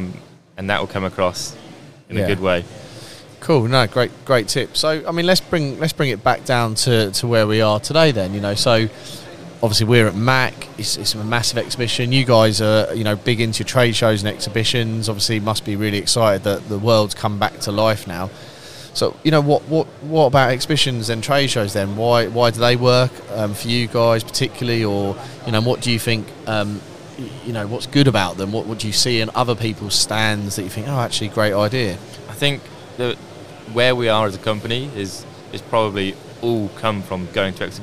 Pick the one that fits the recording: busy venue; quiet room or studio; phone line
busy venue